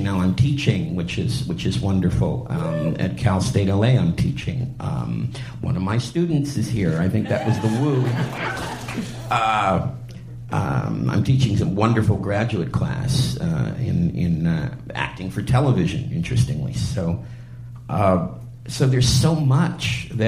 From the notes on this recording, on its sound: live conversation at the Cinefamily in Los Angeles